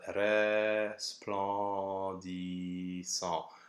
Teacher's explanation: You should really sing the open E and then pretend that that S belongs to the PL. So it's res plan.